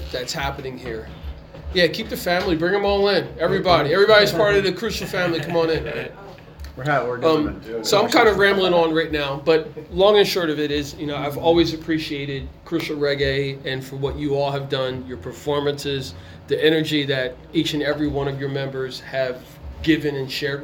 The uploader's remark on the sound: pre-show interview at The Newtown Theatre